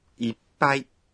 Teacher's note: Essa palavra tem um som pausado. Para pronunciar esse som, é preciso fazer uma pequena pausa. Na escrita, usa-se um tsu pequeno do hiragana para marcar esse som pausado.